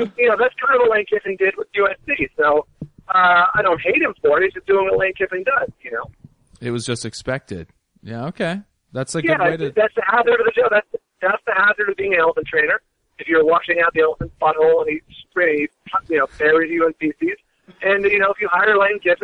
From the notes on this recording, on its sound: called